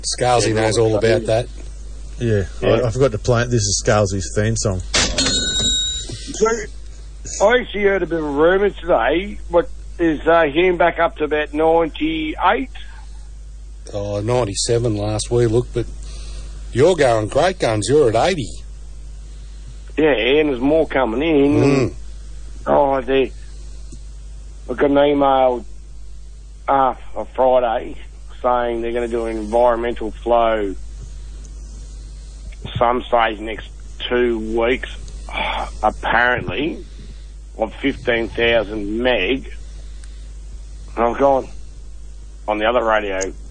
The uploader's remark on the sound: The Jindera fishing club kids call